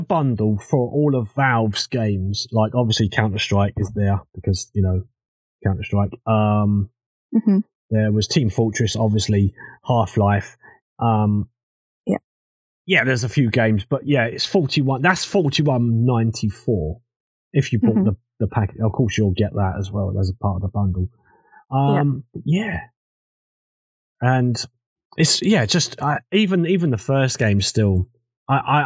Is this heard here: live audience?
no